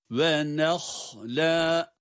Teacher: Ve zeytunem ve nehle ve nehle. Burada nunu ince sesiyle ha'ya kadar getiriyoruz ama ha'ya bağlandığı yerde ha'nın kendi kalın sesi çıkıyor, çıkarılmalı.